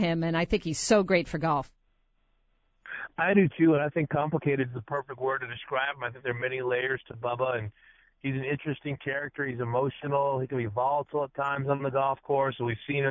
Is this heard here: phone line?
yes